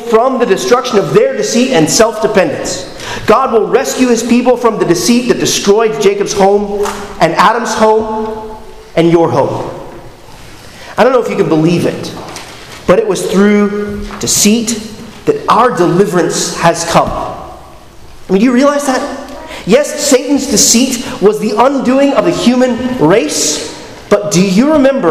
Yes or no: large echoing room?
yes